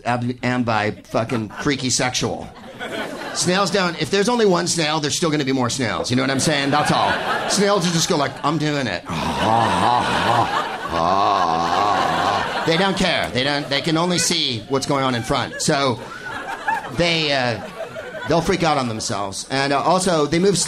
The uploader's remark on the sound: Live from the Punchline in San Francisco